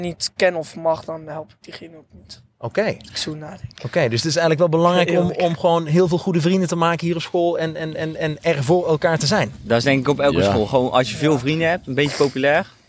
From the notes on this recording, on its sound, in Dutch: Is opgenomen op het dak van de school. Met -3 aan een hangtafel en in het zonnetje.